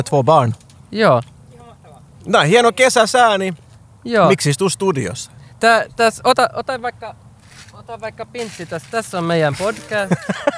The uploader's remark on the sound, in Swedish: Men inte till nattgaraget under huset, utan långt ut på strandkanten. Podden är denna gång inspelad bland pöbeln ute på Råholmen i Helsingfors, och samtidigt live-streamad till våra glada följare för maximal interaktion med vildsinta actiondårar.